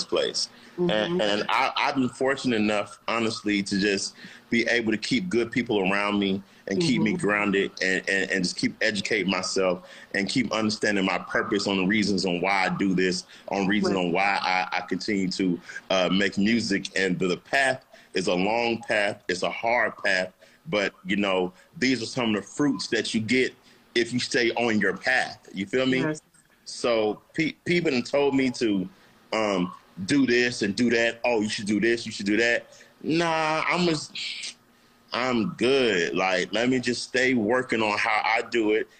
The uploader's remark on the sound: Instagram Live